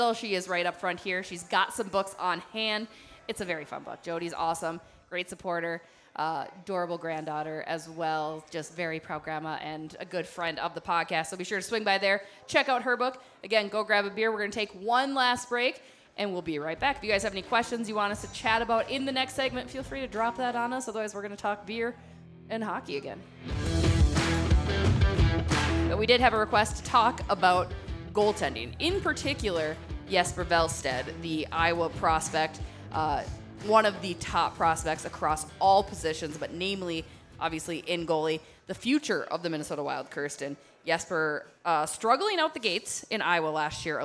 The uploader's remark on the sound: Live from Dugarel’s in Hastings